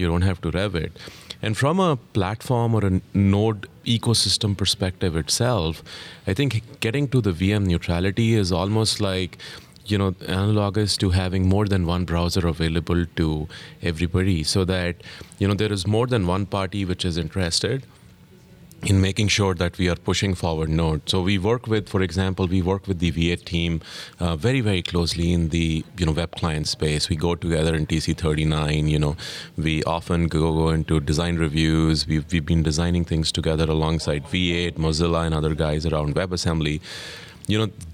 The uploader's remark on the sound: recorded at Node Interactive 2016